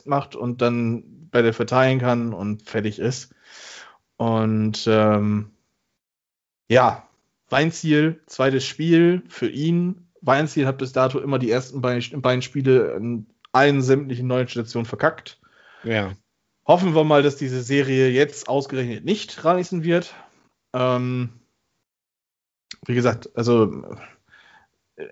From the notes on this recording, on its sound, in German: Aufgezeichnet am 12.05.2021 via Skype